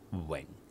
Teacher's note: It's a low-level tone. It's six tone, Weng. It's not Ving.